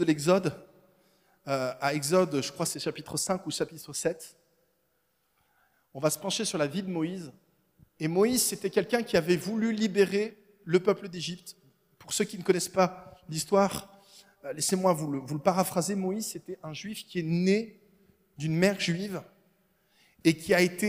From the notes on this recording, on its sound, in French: Enregistré à l'église CVV, le 27/11/2022